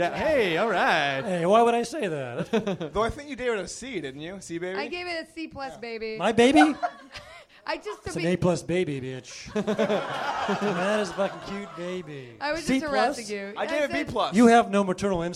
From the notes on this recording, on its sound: Crammed onto our tiny stage at NerdMelt in LA to record this show for 150 enthusiastic Guild fans.